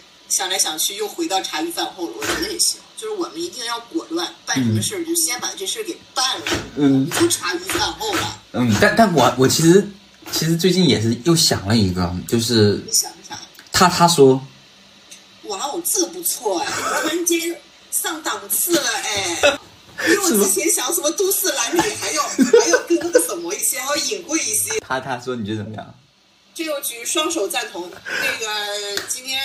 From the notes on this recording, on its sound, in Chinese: 那天我居然没有用腾讯会议去录而是用了手机去录